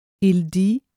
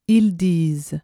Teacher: You can differentiate between the singular il, elle forms and the plural il, elle forms by listening for the final sound in the verb. The singular form ends with a vowel sound. The plural has a final consonant sound.